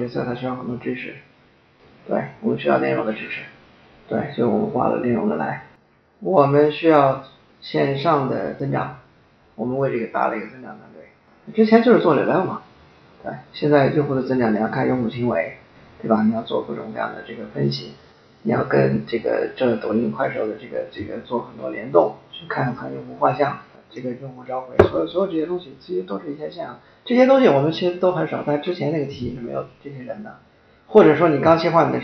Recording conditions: poor sound quality